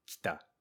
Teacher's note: we make the first vowel mostly silent, as kita, which is the past tense of come, in other words, came.